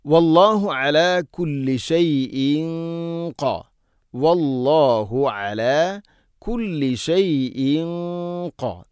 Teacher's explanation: തൻവീന് ശേഷം ഖാഫ് ഇഖ്ഫാം ബിഗുന്ന, തൻവീനിനെ അവ്യക്തമാക്കി മണിക്കണം. ഖാഫ് സ്വരഭാരത്തിൽ ഉച്ചരിക്കേണ്ട അക്ഷരമാണ്, ഗുന്നയും ശ്രദ്ധിക്കണം.